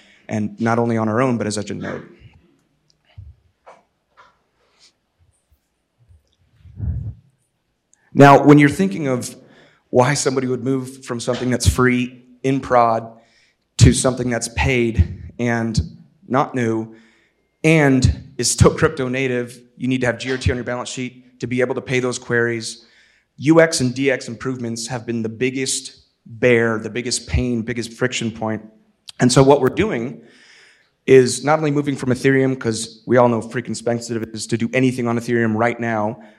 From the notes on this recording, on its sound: In this engaging keynote from Disco Summit 2023.